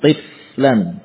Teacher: Fa'nya tidak perlu dipantulkan. Tif. Lan, alirkan saja suaranya.